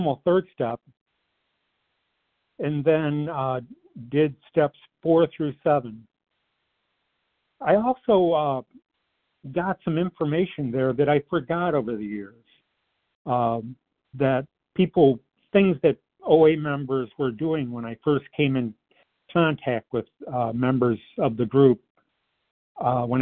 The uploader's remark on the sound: 100 Pounders Phone Meeting